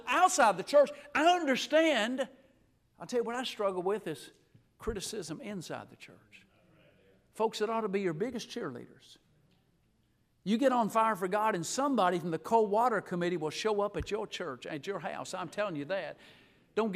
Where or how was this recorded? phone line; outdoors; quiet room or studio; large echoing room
large echoing room